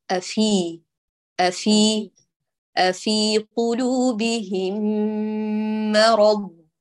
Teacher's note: أفي في هكذا أصبح كحرف الإف الأعجمي، هاتيها فاء فصيحة